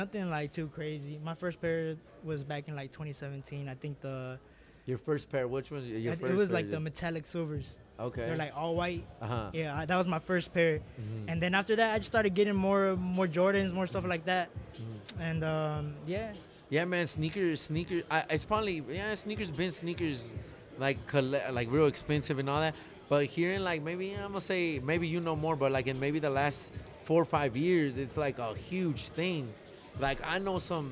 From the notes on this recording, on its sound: Live From 479 swapmeet in springdale ar